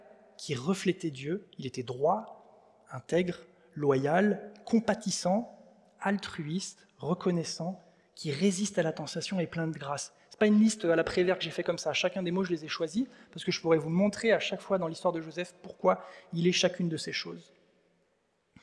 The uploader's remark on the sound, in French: Enregistré à l'église CVV